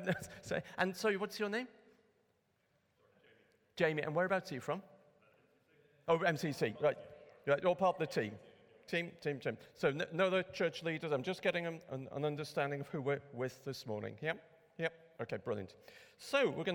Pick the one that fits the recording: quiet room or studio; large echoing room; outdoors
large echoing room